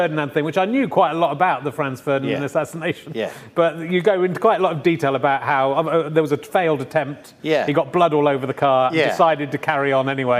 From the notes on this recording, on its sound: This week's book club episode was recorded on 15th November 2020, during lockdown in a central London bar with an online audience.